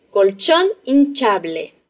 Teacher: La palabra hinchable, por ejemplo, empieza por H-I y la pronunciamos I. Pero en medio de la palabra hay C-H-A que decimos cha.